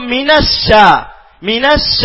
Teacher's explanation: അപ്പൊ അറബിയിൽ ഒരേ ഒരു ഹർഫാണ് ഈ അത്തഫഷി, ഈ ശബ്ദത്തിന്റെയും കാറ്റിന്റെയും വ്യാപനമുള്ള ഹർഫ്